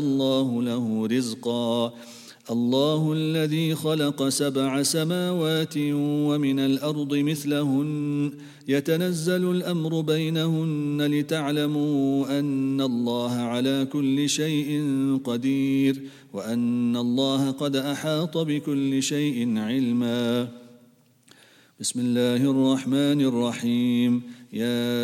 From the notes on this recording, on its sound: At the Houghton Masjid (West Street).